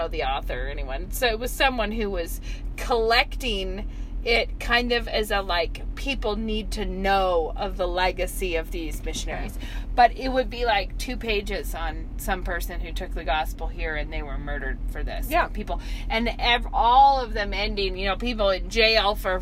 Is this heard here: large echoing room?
no